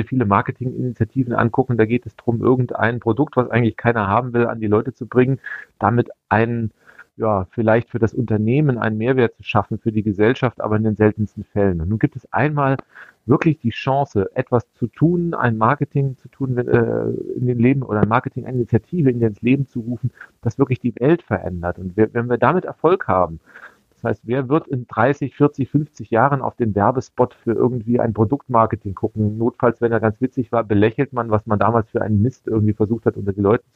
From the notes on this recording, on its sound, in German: Am Telefon sprechen wir mit ihm.